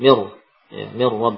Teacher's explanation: Mir nun juga hilang. Ya, zatnya hilang, sifat nun juga hilang sempurna. Seakan-akan yang ada hanya huruf ra ya musyaddadah. Mir ya, mir Ya, seakan-akan demikian lafadznya adalah mim kemudian ra musyaddadah ya kalau dilafatkan nunnya sama sekali tidak ada asarnya tidak ada bekasnya maka inilah yang dinamakan dengan idrom kamil.